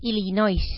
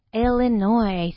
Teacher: That's not how we say it in English. In English, the S is silent · Shown in: second take · okay? So we say Illinois.